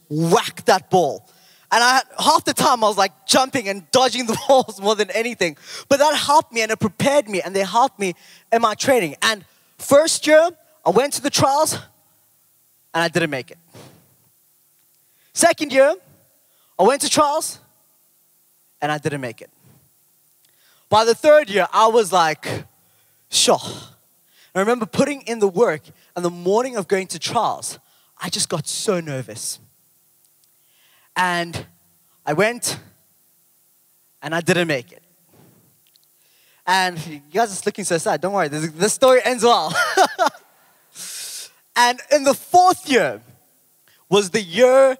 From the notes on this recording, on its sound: Recorded live on Sunday 11th June the 2023